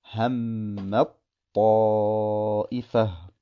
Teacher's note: Ursprünglich gesehen liest man es so, Hammat Ta'ifa. Aber weil das Ta in das Ta verschmolzen wird, liest man es Hammat Ta'ifa.